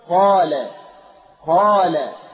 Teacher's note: الألف اللينة في قال وقال مفخمة لأن ما قبلها مفخم